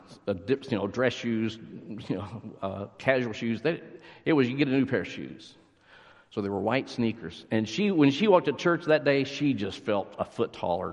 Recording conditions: large echoing room